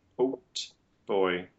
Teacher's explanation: Oat boy needs to be realized as that aspirated T.